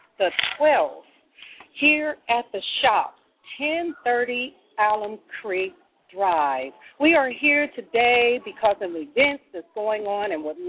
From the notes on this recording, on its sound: broadcasting live in Columbus, Ohio at the Shoppes at 1030 Alum Creek Drive